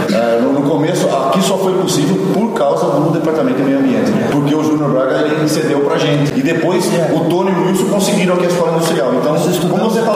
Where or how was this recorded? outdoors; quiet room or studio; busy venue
busy venue